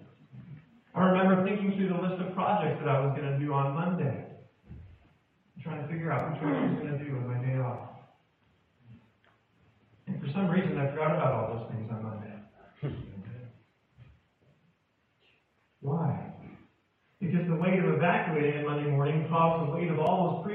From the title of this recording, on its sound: poor audio